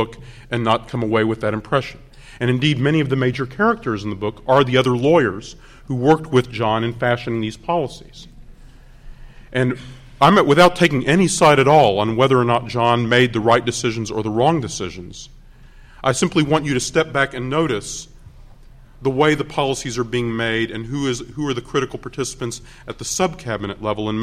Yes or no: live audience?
yes